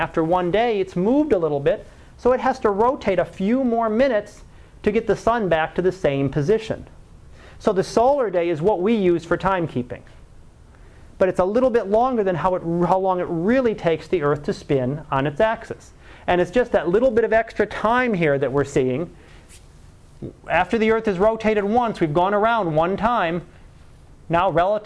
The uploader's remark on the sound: Live Class Lecture